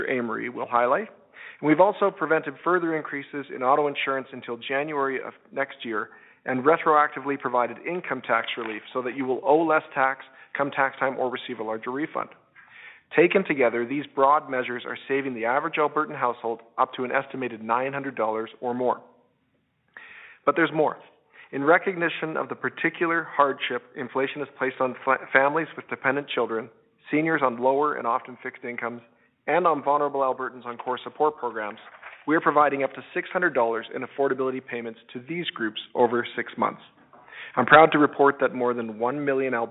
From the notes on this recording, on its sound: interactive telephone town hall